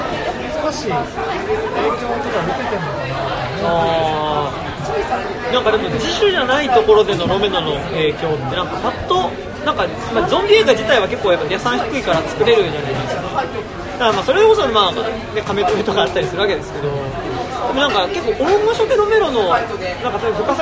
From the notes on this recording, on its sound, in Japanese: 居酒屋での録音のため雑音がかなり入っています。